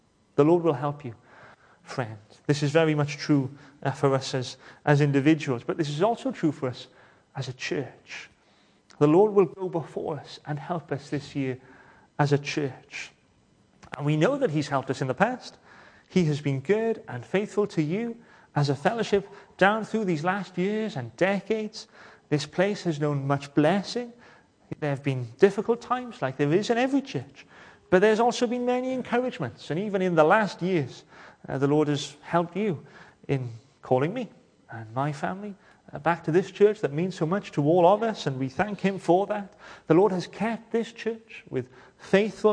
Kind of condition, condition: setting, large echoing room